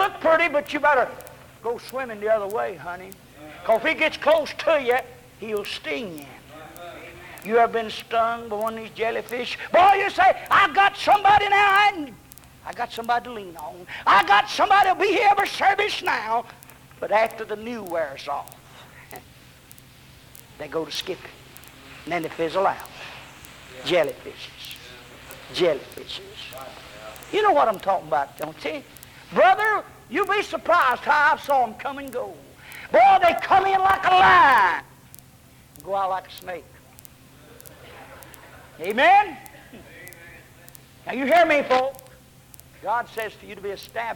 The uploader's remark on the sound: preached this in 1978 on a Sunday night at White Plains Baptist Church